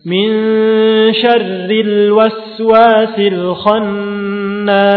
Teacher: huruf lam itu suaranya mengalir tapi sedikit. Jadi tidak tertahan suaranya, tidak dialirkan. Tengah-tengah.